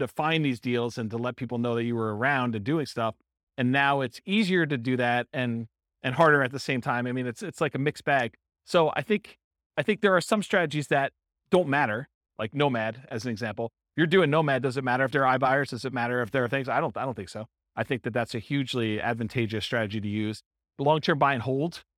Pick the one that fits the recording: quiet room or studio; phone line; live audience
live audience